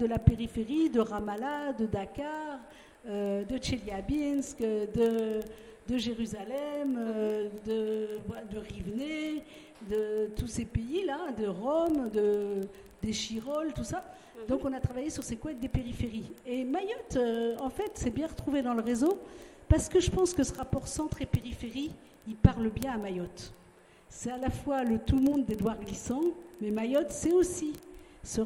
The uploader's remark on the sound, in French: Webradio en direct du séminaire en internat à Kani Kéli